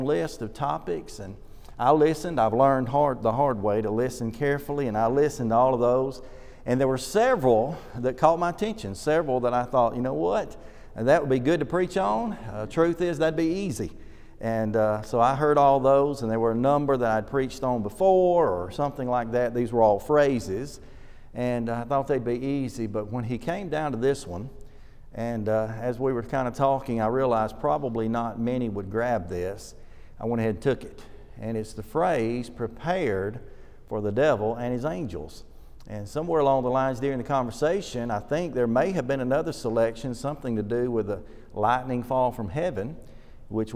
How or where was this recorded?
large echoing room